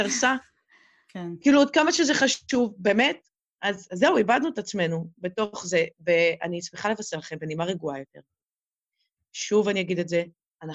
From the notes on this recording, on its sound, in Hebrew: באופן אירוני, דווקא בפרק העוסק בטכנלוגיה, ישנן הפרעות באיכות ההקלטה.